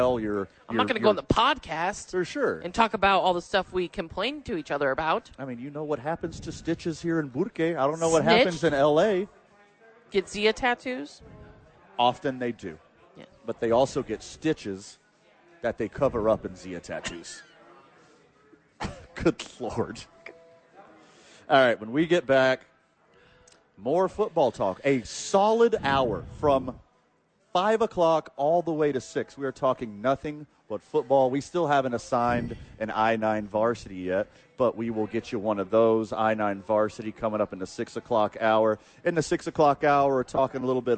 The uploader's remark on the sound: live from Red Door